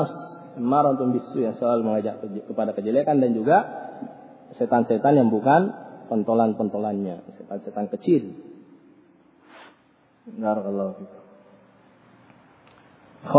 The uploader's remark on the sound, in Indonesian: Rec Audio Rekaman. Kajian Tematik Masjid Nurul Ma'rifah Bungoro Pangkep. Ba'da Maghrib.